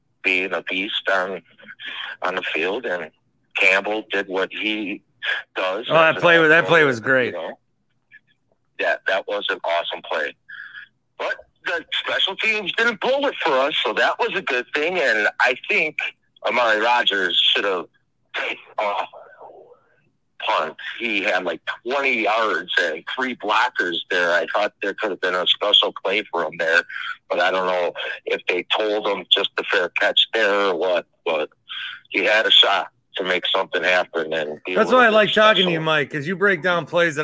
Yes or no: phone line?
yes